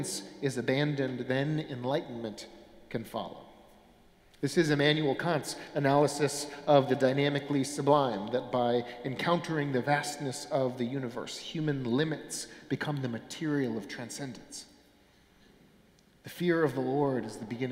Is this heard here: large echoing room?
yes